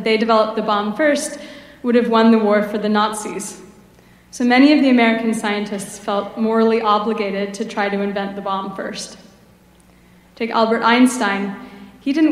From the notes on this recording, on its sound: Gives the keynote commencement speech to the Class of 2023 at Berkeley Physics. Ceremony.